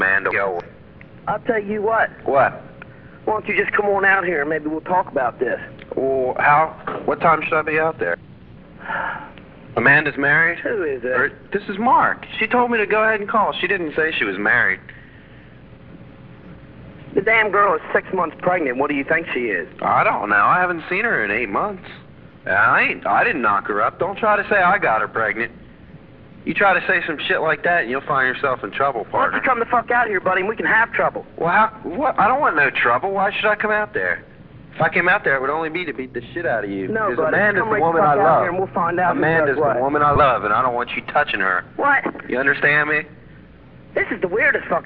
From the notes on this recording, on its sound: …'s Personal Prank Phone Calls Collection.